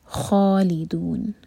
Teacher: سے دونوں دو دو حرکہ لمبا، دونوں مد طبعی ہیں، خالدون، خا ہیوی اور دو حرکہ لمبا